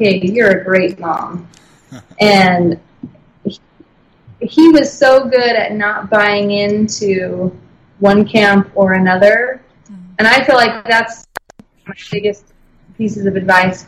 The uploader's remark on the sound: The audio quality isn’t perfect